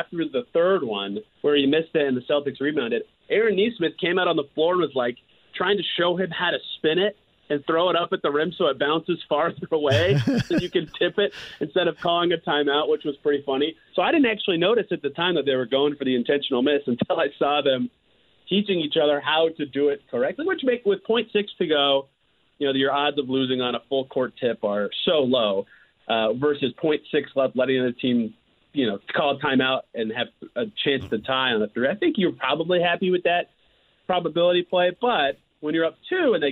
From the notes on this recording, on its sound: Closes out the first hour of the show with a phone call! He then opens the phone lines back up and takes some calls!